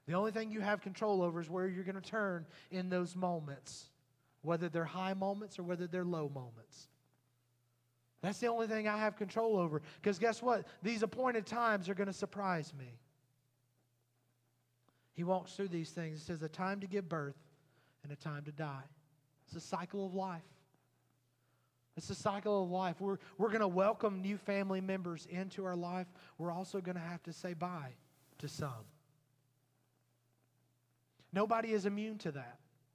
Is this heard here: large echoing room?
yes